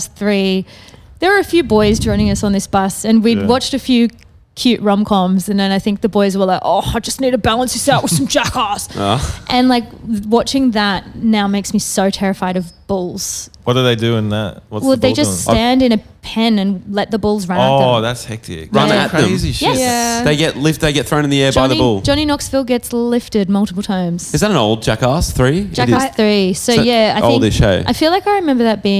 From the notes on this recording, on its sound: We sat down backstage before our set at Laneway Festival this weekend.